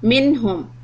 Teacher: Minhum, the noon is followed by letter ha. Ha is from your throat. · Term: izhar